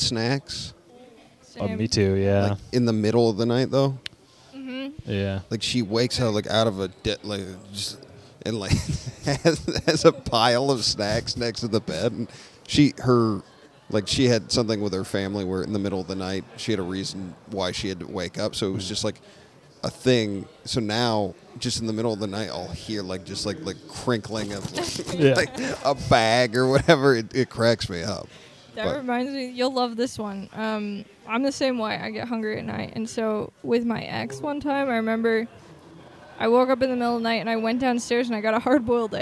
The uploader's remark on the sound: This episode was recorded live at Comedy/Bar in Capitol Hill!